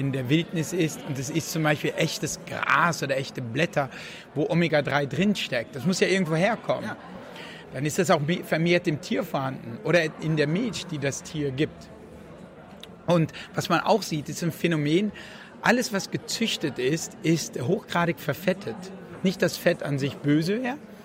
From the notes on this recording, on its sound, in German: auf der re:publica in Berlin aufgezeichnet.